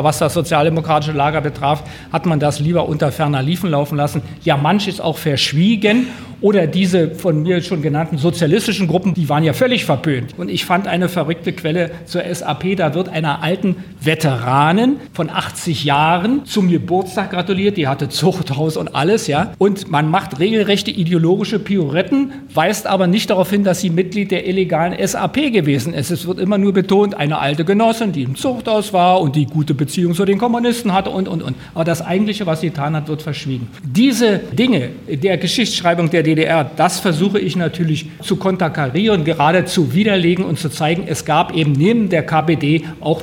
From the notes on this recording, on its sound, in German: Das Landesbüro der Friedrich-Ebert-Stiftung in Potsdam hatte den Autoren und zahlreich interessiertes Publikum zur Präsentation des Buches eingeladen.